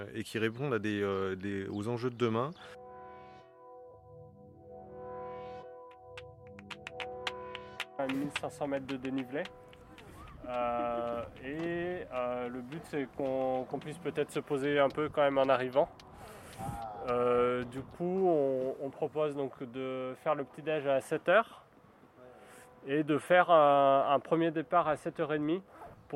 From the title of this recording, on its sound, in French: en direct de la Biennale des Villes en transition de Grenoble